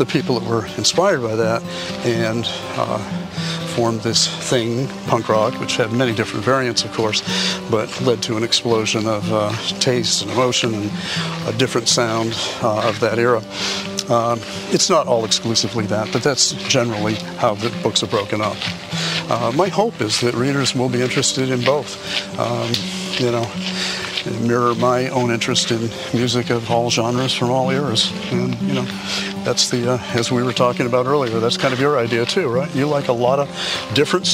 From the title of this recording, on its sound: Takin A Walk in Brookline Mass.